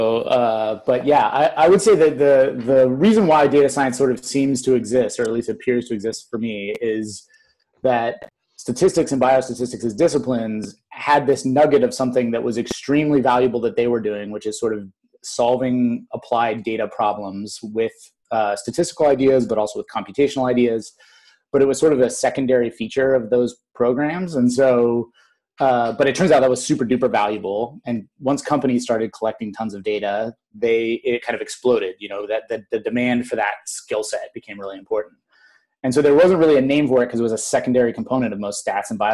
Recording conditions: video call